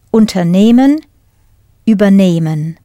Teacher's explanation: As the stress is not on the first syllable, the first part, they do not separate.